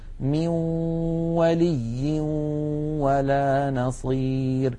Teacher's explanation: هنا يا إخوتي عند الإدغام بغنة يخرج صوتان في آن واحد، واو من الشفتين في المثال الذي معنا، وغنة من الخيشوم، مجموع هذين الصوتين يشكل النون المدغمة في الواو. من الأنف يخرج غنة ومن الشفتين تخرج واو، يبدأان معا وينتهيان معا. بعض إخواننا يقول ميو يبدأ بواو ثم يتبعها بغنة، فلا بد من أن يبدأ معا وينتهي معا، ولا يطغى صوت على صوت، يعني 50% غنة و 50% واو، أو 50% غنة و 50% ياء.